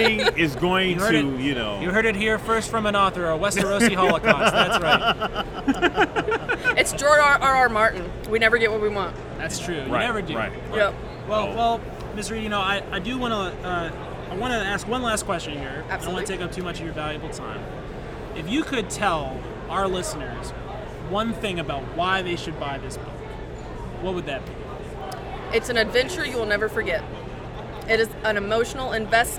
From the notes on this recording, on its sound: LIVE FROM THE STEEL CITY CON!